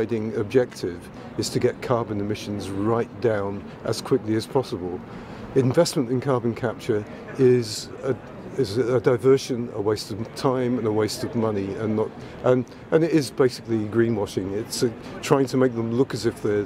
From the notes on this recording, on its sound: interviews some of the activists protesting outside of Queen Elizabeth House in Edinburgh